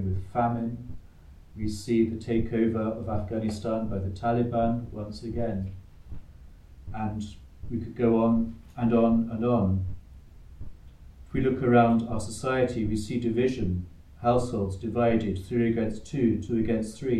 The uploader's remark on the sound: Recorded live at Southgate House on 27 October 2023.